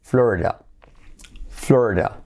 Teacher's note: Porque tenemos la letra clave L, flo, re, letra clave R, re, y como E, flore, da. Esa D se puede hacer como D o también, al hacerlo rápido, lo hacemos como una R suave, letra semiclave.